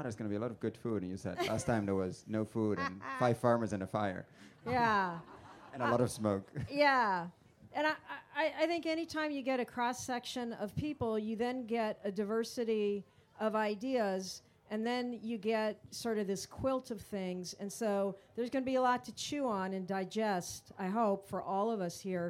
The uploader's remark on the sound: Conversation recorded live at Groundswell 2023.